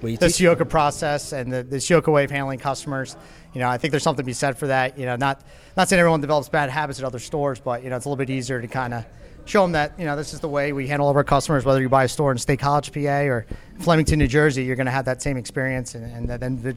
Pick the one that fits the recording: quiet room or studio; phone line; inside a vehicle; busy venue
busy venue